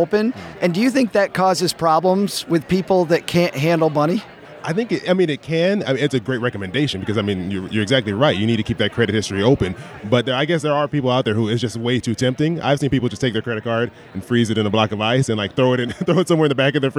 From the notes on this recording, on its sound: We're coming to you (mostly) live from Podcast Movement! Interviewed them live right from the event floor.